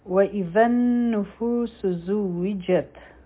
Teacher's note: په زوجت کې به زا چې ده، نو په دې کې بزنګ والا آواز دی، پتا به همس کوو.